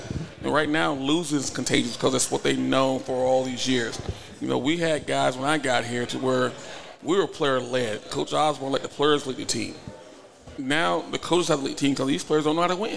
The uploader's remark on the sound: The Run Live at Hurrdat Sports Bar & Grill